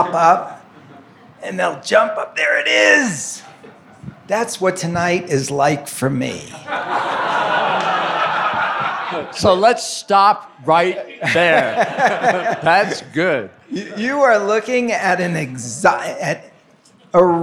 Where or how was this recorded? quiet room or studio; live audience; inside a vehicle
live audience